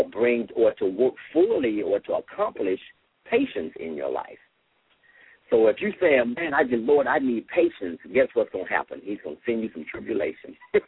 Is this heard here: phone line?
yes